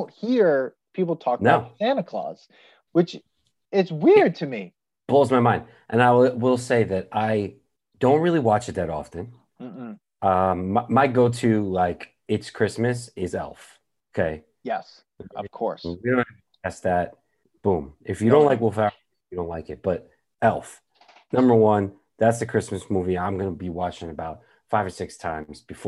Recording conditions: video call